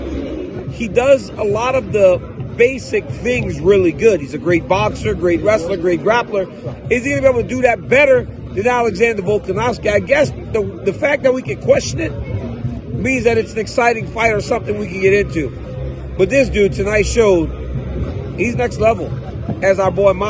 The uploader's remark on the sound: Live from the octagon. At UFC 290.